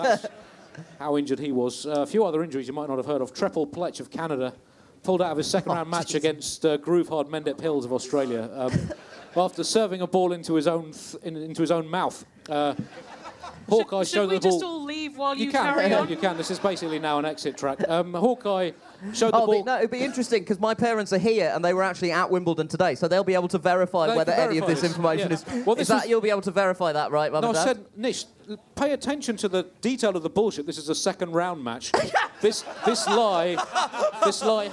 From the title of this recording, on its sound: Bonus Live Bugle